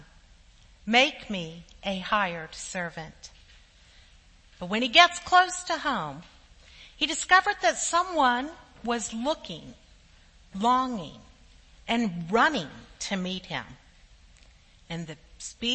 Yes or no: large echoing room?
yes